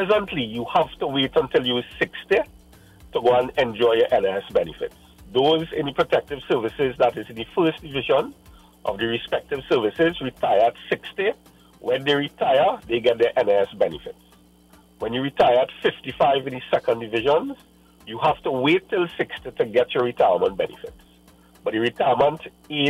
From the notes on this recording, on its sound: we take more calls from the audience